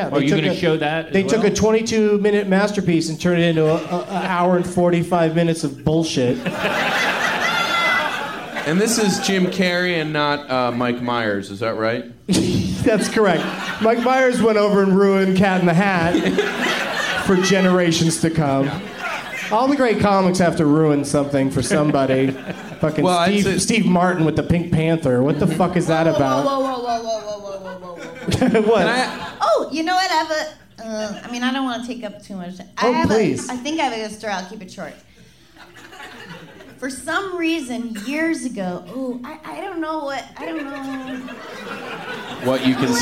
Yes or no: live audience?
yes